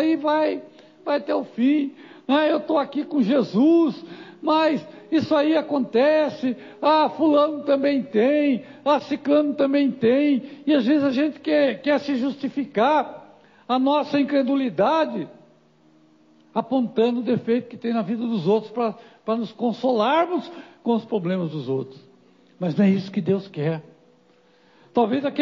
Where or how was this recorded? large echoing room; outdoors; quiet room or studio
large echoing room